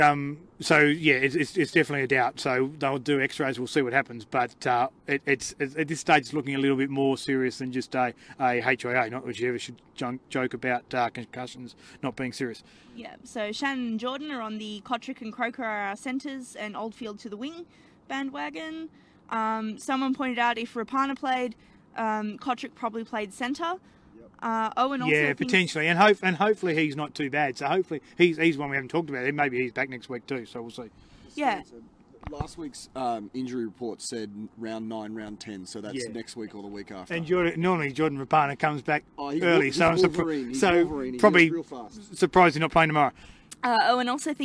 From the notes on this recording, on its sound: The Greenhouse Live returns to Canberra Stadium for the first time since Round 1.